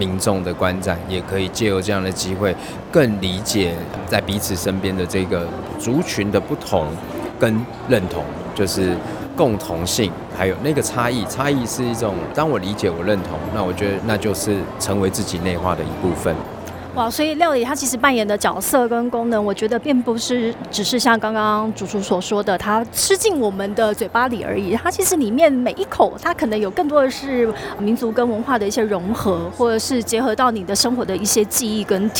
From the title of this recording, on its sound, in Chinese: Live tour 2023臺灣美食展！